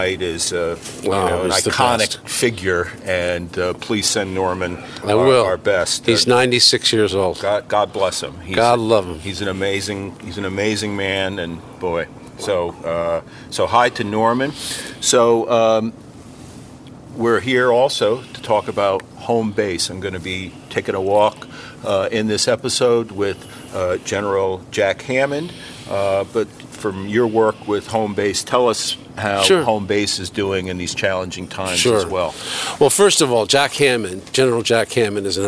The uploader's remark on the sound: Takin A Walk in Milton Massachusetts